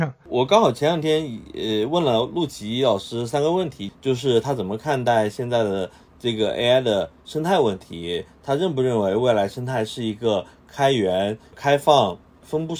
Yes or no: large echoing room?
no